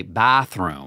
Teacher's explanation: notice a softening and elongation of the vowels, especially the A sound · Term: middle A